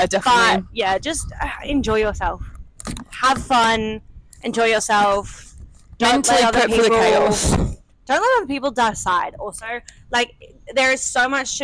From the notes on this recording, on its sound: live from Albert Park